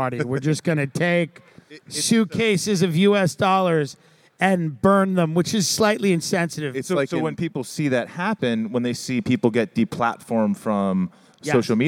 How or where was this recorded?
busy venue